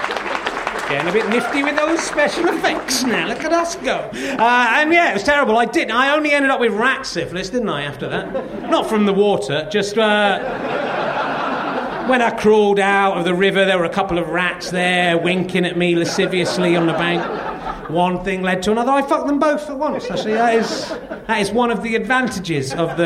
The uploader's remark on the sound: The audience are the filthiest and most depraved thus far